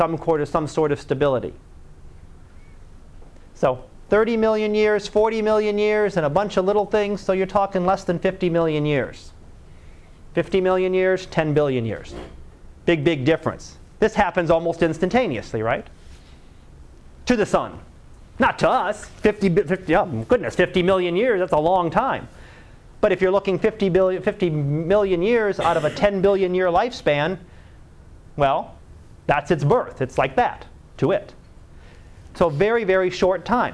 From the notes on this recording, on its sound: Live Class Lecture.